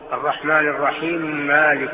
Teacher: أدغم حرفين من آيتين، هذا فيه إدغام الكبير · Term: الإدغام الكبير